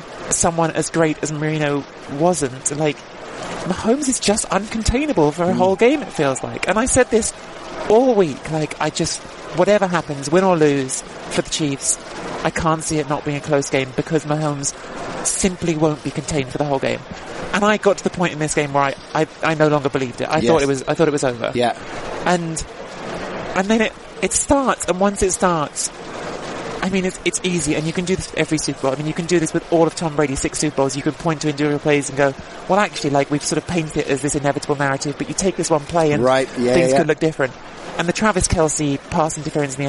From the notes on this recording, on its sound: Live from the Hard Rock stadium only moments after the Kansas City Chiefs had won Super Bowl 54.